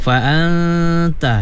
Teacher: nun mati lagi bertemu ta, ikhfa, kena gunnah dua harkat